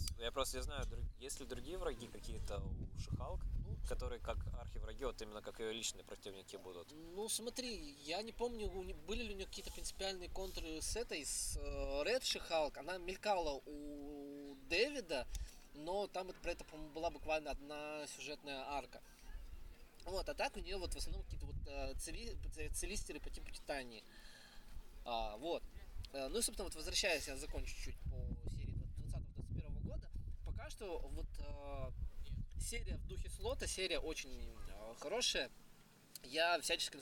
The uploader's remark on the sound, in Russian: Дисклеймер: в выпуске местами страдает звук из-за ветра!